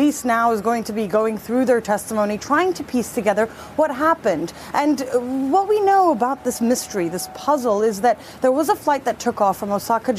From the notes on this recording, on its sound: live from The New York Stock Exchange